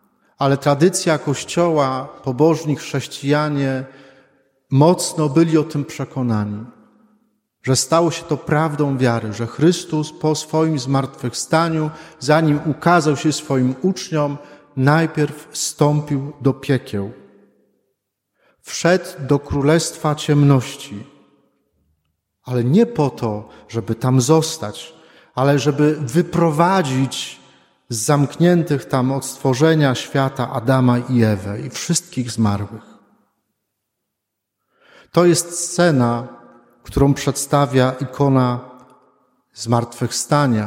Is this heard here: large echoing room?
yes